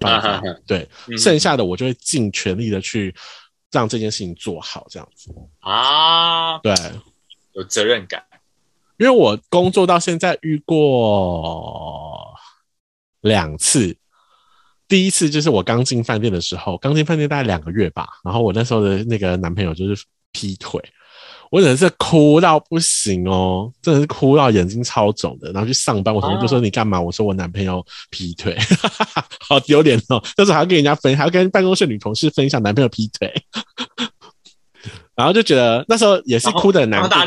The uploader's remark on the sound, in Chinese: 由於疫情關係，伊學院目前都使用網路錄音，請大家體諒音質與因網路延遲而造成的談話空白。